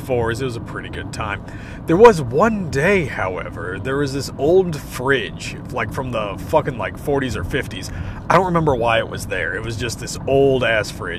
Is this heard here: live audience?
no